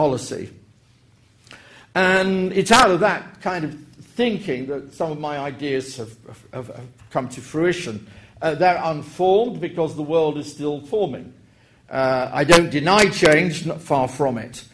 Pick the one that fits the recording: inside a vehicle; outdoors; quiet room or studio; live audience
live audience